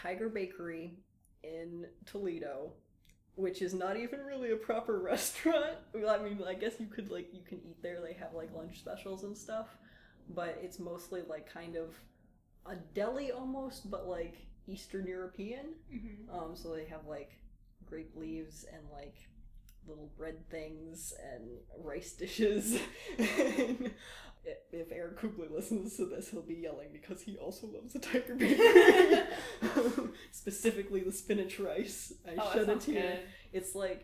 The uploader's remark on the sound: Apologies for the audio quality on this one! My mic broke so I had to borrow one I wasn't familiar with.